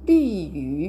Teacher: うことになりますのでその「ホイ・シュオ」の後に日本語に相当する単語を持ってきます日本語は中国語では「リーユ」というふうに言います。リーユこれは、えー、日本語の日本人とか日本語の日日ですねこれが1文字目そして2文字目は、えー、言語の語になります言弁の語ですねこの2文字で日本語という意味になります発音記号は RIYU 最初の文字が上から下に急降下する第4声2つ目の文字が第3声低く沈む音になりますでこのルイユのルイなんですがこれは日本人のところでも以前出てきましたこの文字は、え R の発音がちょっとめんどくさいとか難しいんですが、<laughs>えー、口の中で舌を上に巻き上げてその両脇から息を漏らすような形でリリというふ